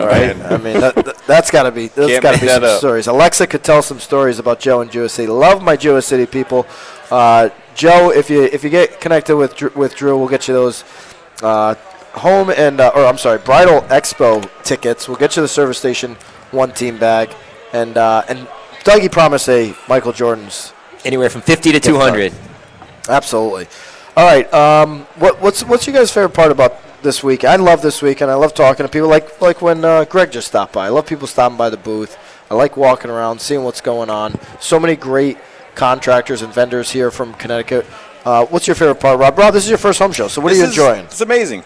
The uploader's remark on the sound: LIVE from the 43rd Annual Home & Garden Show! Live from the 43rd Annual Home & Garden Show at Mohegan Sun!